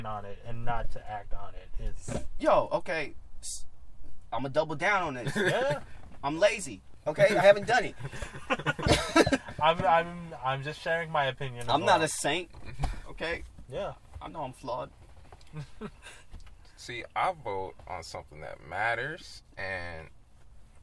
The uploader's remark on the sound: The boys are finally back together in the car.